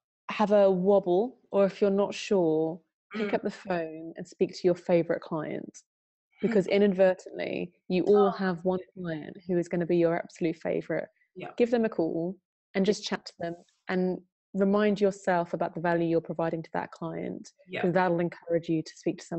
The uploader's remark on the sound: originally a recorded webinar